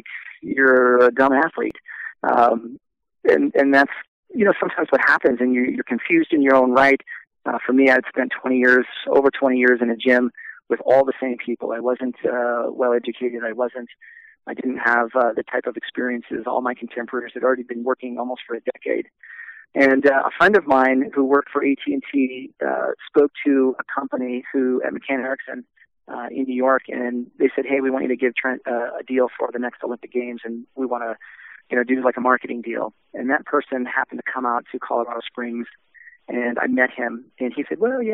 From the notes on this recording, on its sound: We were lucky enough to speak with him via phone in his hometown of Albuquerque, New Mexico.